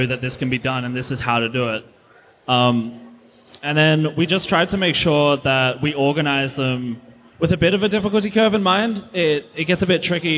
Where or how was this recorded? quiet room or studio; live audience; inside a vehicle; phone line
live audience